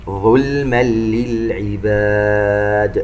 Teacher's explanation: تنوين وبعدها حرف اللام إدغام بغير غنة